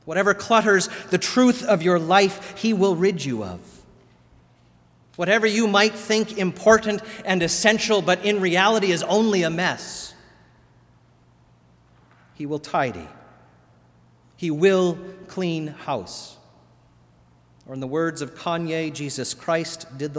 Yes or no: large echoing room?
yes